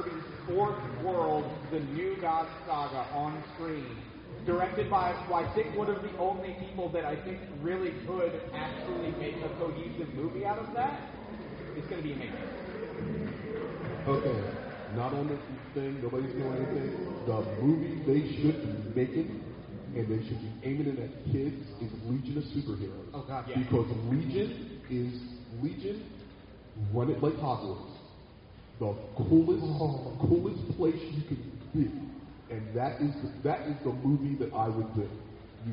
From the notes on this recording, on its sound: Blacklisted Podcast were honored to participate live at a weekend of panels at The Greater Philadelphia Comic Con. Sits with a panel of pop culture enthusiasts (comic book writers/artists, podcasters, comedians, wrestlers, and more).